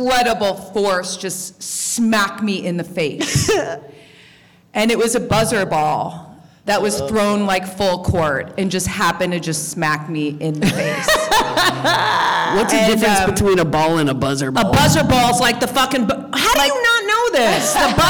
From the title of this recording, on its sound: LIVE at NYC Podfest